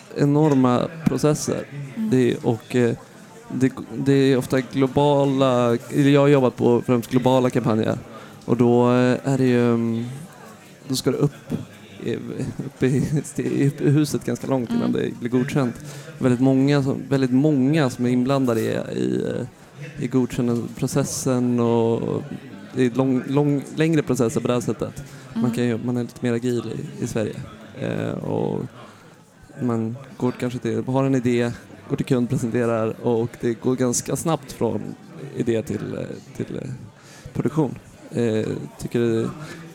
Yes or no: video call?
no